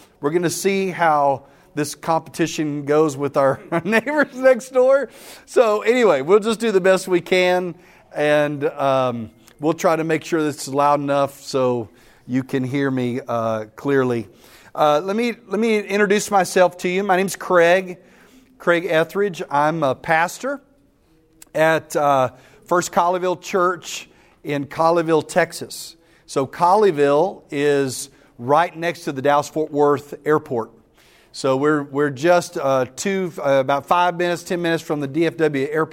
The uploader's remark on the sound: The following audio comes from the National Disciple Making Forum by Discipleship.org . That’s where audio for today’s episode was recorded.